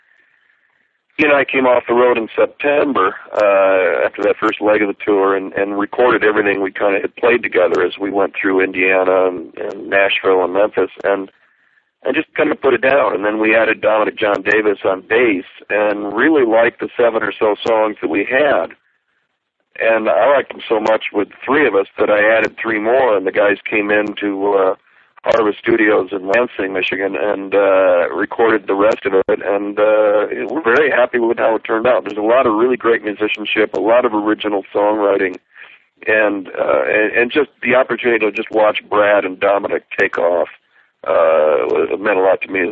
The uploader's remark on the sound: This phone interview